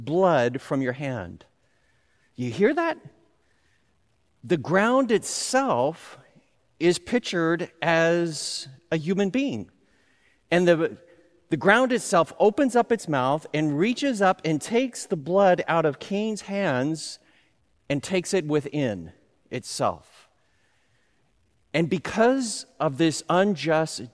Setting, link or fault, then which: setting, large echoing room